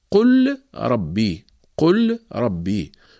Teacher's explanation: مثال حرف الراء قول الله تعالى قل ربي، قل ربي، هنا اللام جاءت في الفعل ساكنة متطرفة قل، بعدها جاء حرف الراء ربي، هنا نقوم بإدغام اللام في الراء ونحذف السكون من فوق اللام ونقوم بتشديد الراء